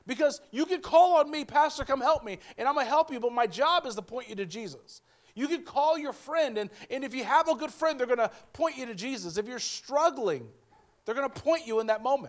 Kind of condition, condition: setting, large echoing room